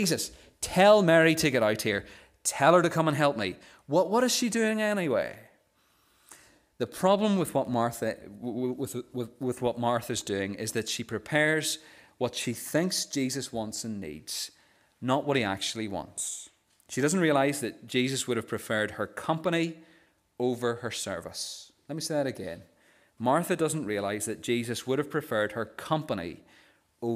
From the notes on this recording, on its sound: the recording of the Bible reading and sermon from our morning service on Sunday 22nd October 2023